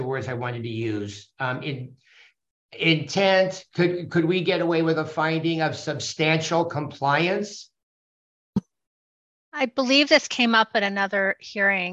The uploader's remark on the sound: Open Government Commission Meeting - ZOOM.